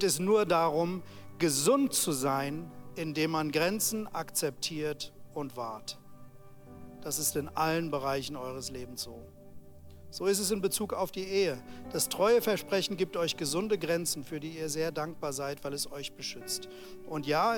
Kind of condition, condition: setting, large echoing room